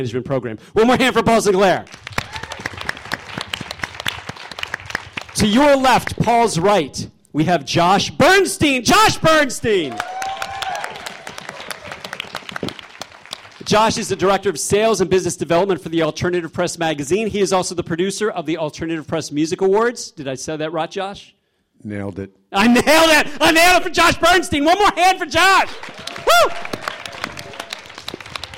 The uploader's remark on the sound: The show airs live each Wednesday at 8pm on WPSC-FM, Brave New Radio. In this episode, we hear a (recorded, duh) live panel discussion.